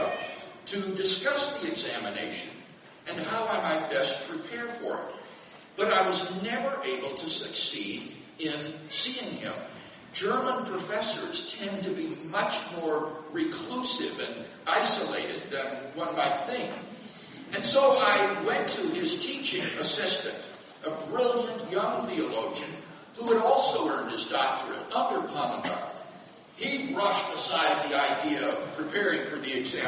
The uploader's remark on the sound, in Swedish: Inspelad i Betlehemskyrkan, Stockholm 2012-04-22.